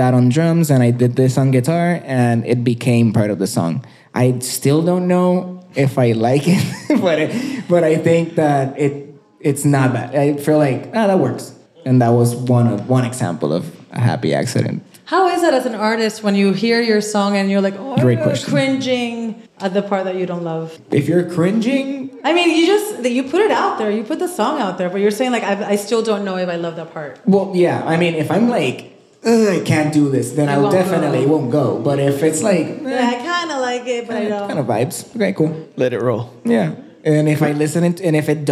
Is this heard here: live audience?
yes